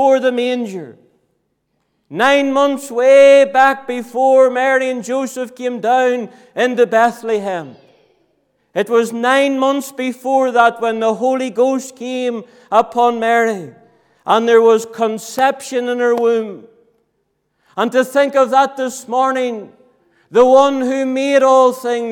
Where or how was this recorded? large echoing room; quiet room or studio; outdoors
large echoing room